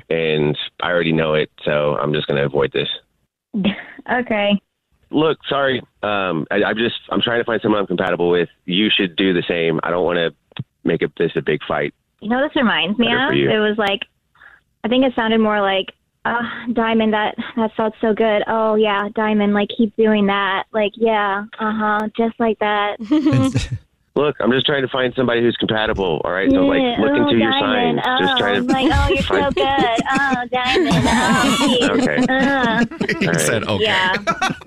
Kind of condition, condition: link, phone line